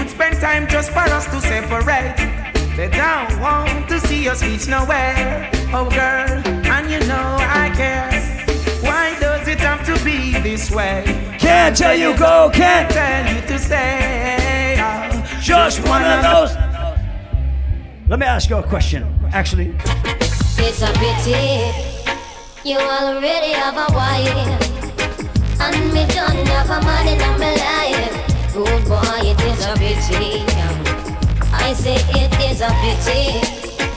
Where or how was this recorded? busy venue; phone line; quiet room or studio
busy venue